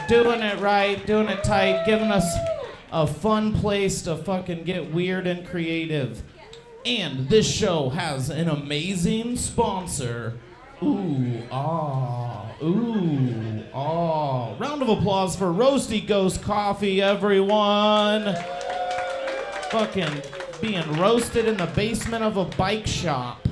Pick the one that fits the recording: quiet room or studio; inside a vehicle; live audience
live audience